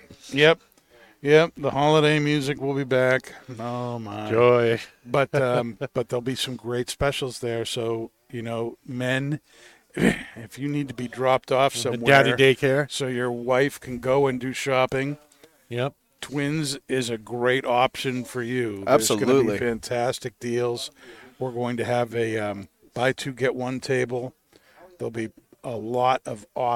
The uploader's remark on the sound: Recorded live from the 7-20-4 Lounge!